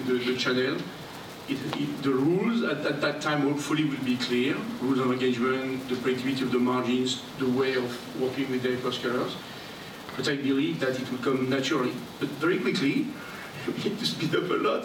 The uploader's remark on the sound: This episode was originally recorded live in June at the 2022 GTDC Summit EMEA in Amsterdam. Hosted an interactive discussion with three technology executives.